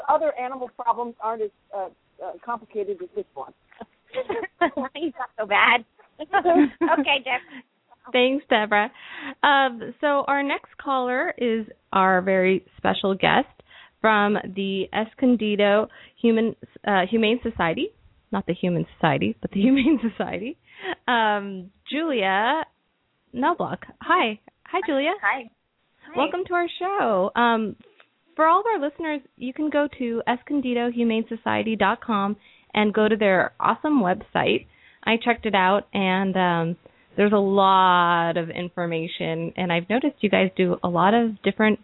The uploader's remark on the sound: open up the lines for listeners to call